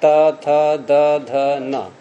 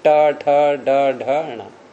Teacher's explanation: जिह्वाग्र को हम दो तरह से लेते हैं फिर एक जिह्वाग्र बिना मोड़े प्रयोग करना त थ द ध न एक जिह्वाग्र को थोड़ा सा मोड़ करके ट ठ ड ढ ण